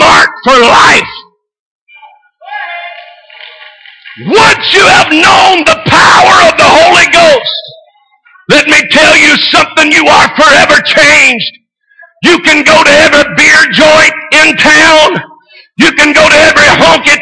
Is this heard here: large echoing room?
yes